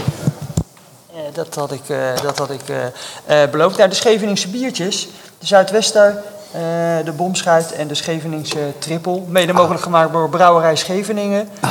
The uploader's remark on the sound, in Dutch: Nemen we live op vanuit het Schevenings Muzee. Voor het eerst gaan we de podcast opnemen met publiek.